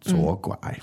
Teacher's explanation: 左, third tone means left. And 拐, also a third tone, means to turn.